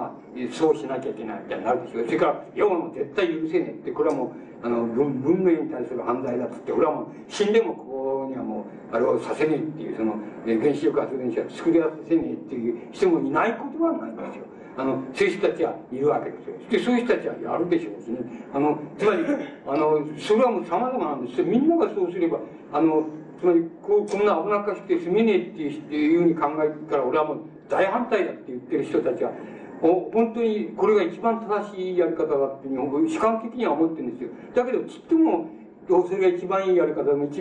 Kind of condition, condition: fault, background noise